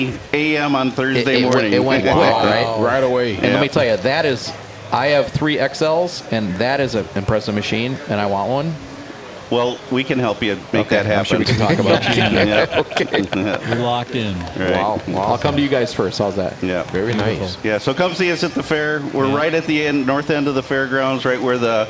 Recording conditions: busy venue